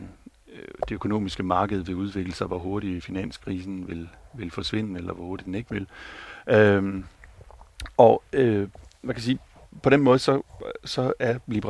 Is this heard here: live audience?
no